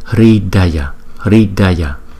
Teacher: Chữ Y có dấu gạch ngang thì chúng ta đọc kéo dài 2 nhịp so với chữ Y bình thường không có dấu gạch ngang